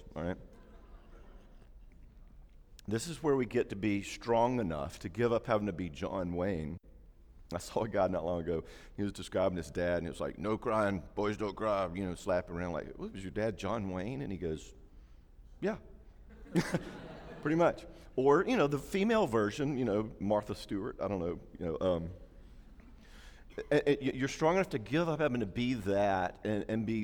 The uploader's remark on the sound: talk during Day 2 of our 2016 Marriage Conference